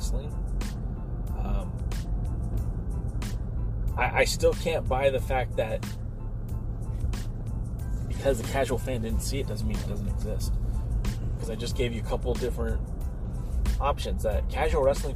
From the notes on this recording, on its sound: The Ride Home from CWFH. You sitting in the back seat listening as two big wrestling fans share their passion.